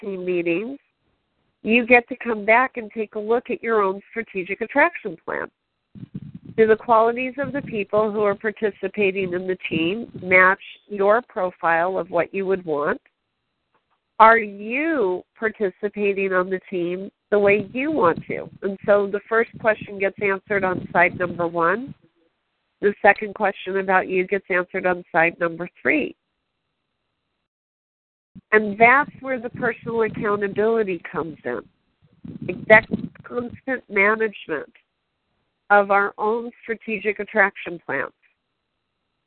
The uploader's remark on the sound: Team SAP Conference Call.